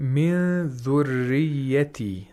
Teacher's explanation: And another point is that the ra is mushaddad. We have to make sure that there's no trilling sound of ra